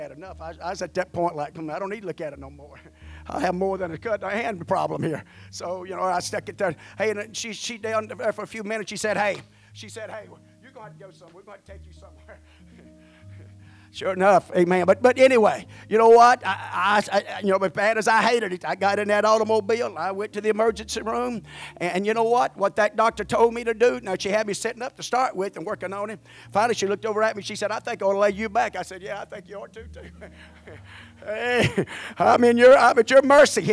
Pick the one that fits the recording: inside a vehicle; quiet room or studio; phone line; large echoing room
large echoing room